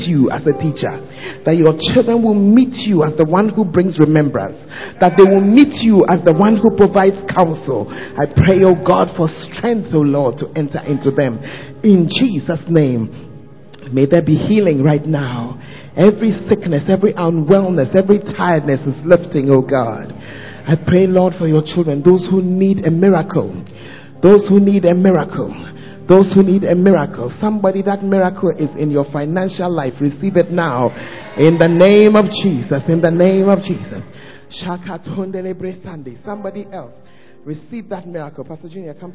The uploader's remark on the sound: Preached At The First Love Center, Ayeduase